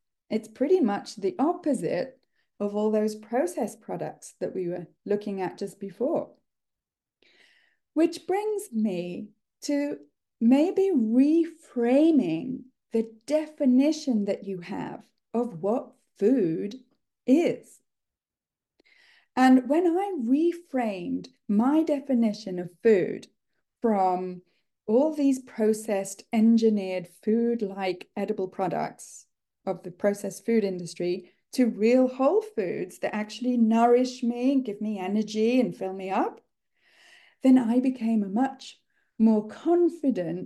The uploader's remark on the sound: This episode is a recording of a live online workshop that I gave in January 2024